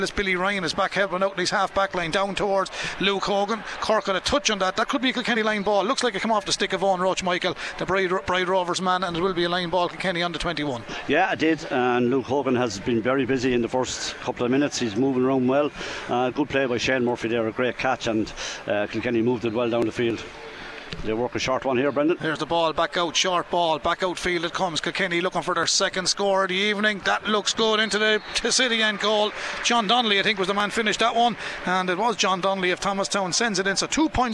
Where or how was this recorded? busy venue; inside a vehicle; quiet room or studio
busy venue